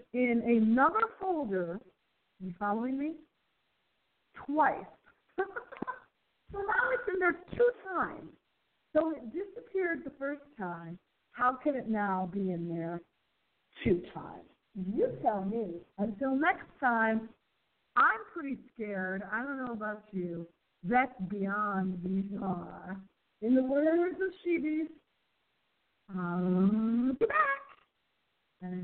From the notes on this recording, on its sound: we do a test show to test our phone audio quality